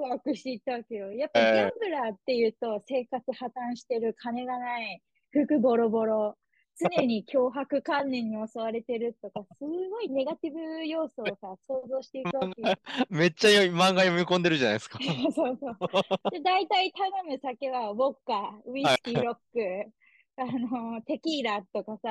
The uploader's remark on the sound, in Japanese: Zoom録音しました。